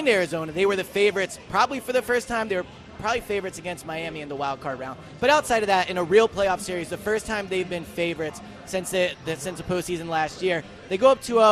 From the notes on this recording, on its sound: live at Parx Casino